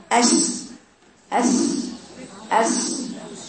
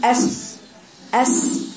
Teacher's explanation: وعطي الصوت ده كأنه مختلط به صفير، مختلط به صفير، عشان تقول أس أس.